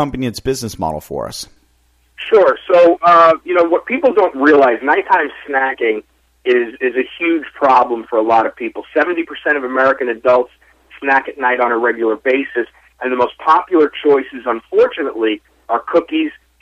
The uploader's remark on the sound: called in to SmallCapVoice